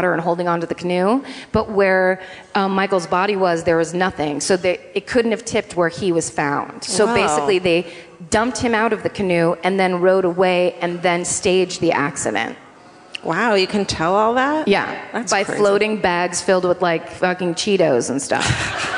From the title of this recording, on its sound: Live at the Hard Rock in Orlando